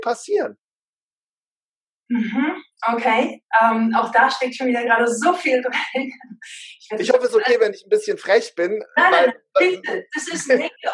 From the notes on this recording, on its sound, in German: Er war live und in Farbe mit mir im Zoom.